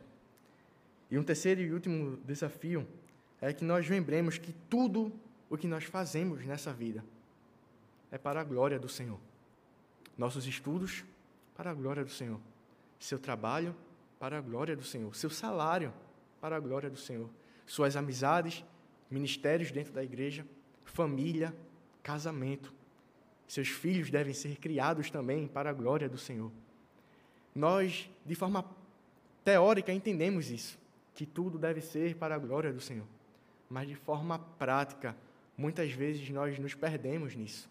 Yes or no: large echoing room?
yes